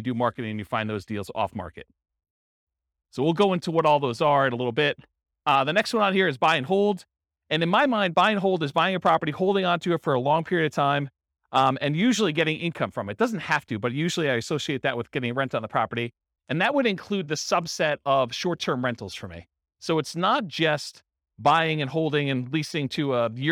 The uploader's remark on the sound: This was a live class recorded